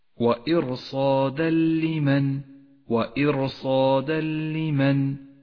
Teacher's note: جاء التنوين وبعده حرف اللام يسقط التنوين من اللفظ وتشدد اللام التي بعده · Term: الإدغام بلا غنة